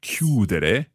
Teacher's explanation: the stress there happening on the stem